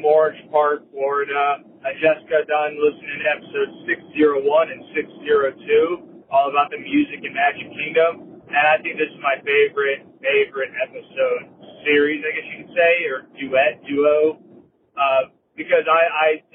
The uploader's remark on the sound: Territory Lounge at Disney's Wilderness Lodge Live Review. Come with me this week to one of Walt Disney World’s delicious hidden gems - Territory Lounge at Disney’s Wilderness Lodge for a live review of a lounge menu.